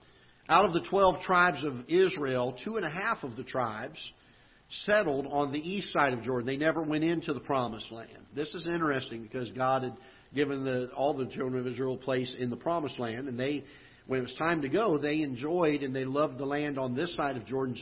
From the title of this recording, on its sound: Ketha Heights Baptist Church ~ Live Broadcast